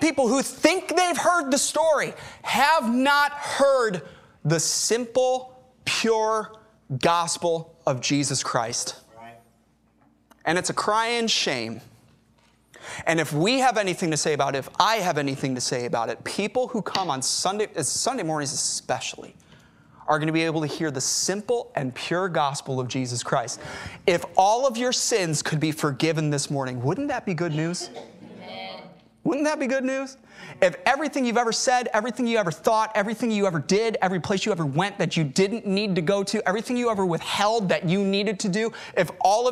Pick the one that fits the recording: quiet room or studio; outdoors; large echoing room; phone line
large echoing room